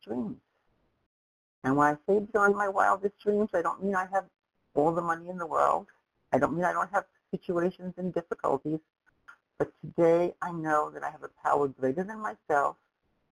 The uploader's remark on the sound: from the 100 Pounders Phone Meeting, date unknown